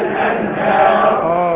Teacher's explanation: الانهار الراء بس هي المفخمة